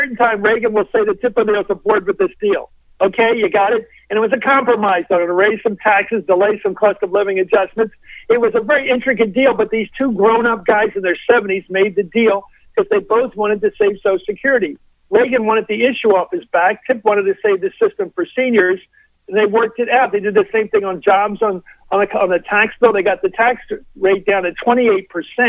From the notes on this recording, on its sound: Called in for a fun and lively chat.